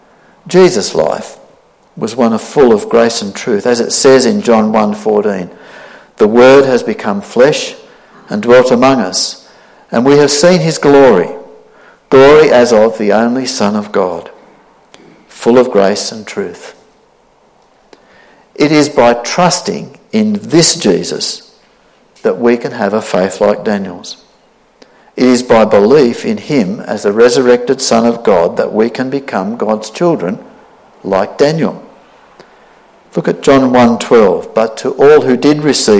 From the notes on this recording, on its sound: This sermon was preached on the 8th of January 2023 at all services of Helensburgh and Stanwell Park Anglican Church.